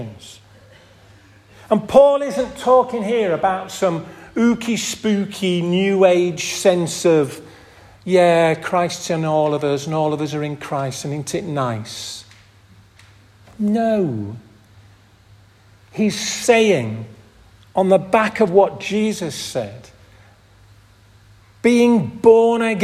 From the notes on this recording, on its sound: This audio recording was taken from the 10:30 Communion service at St Oswald's Church, Askrigg, 2023